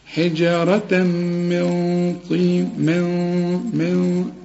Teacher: الطاء بقى من حروف الإخفاء. هنا الغنة مفخمة